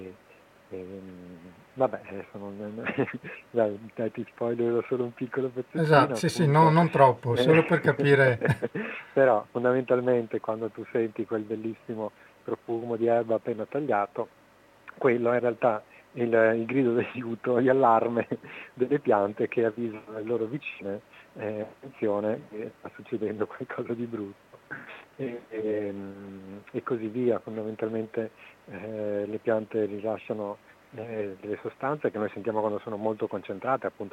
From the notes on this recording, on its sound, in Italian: In questa puntata sono intervenuti in diretta telefonica